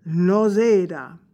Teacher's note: an S between two vowels pronounced like a Z